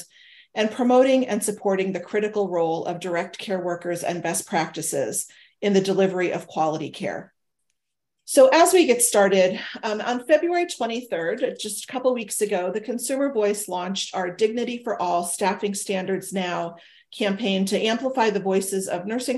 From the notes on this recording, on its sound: We are sharing the audio from Consumer Voice’s webinar that was part of the “Dignity for All: Staffing Standards Now!” campaign.